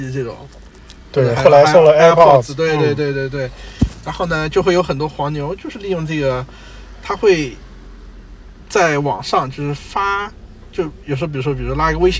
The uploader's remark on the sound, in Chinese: 这期开荒播客是在路边的车厢录制，恰逢咽炎鼻炎，可能收听体验不太好。